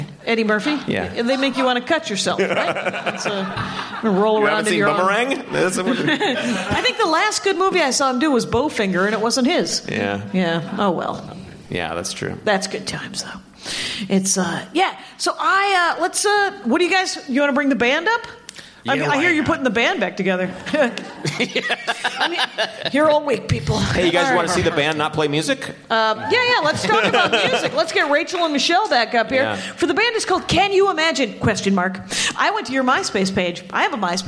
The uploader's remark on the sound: This is the second LIVE Dork Forest taped in Seattle, before a live audience.